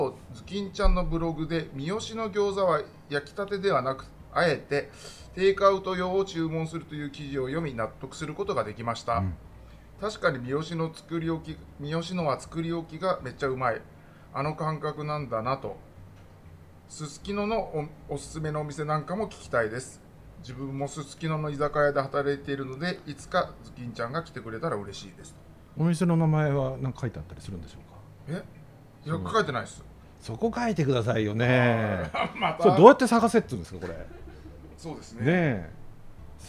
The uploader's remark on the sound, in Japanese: 今回も先週に引き続き、十條湯に併設された喫茶深海での収録。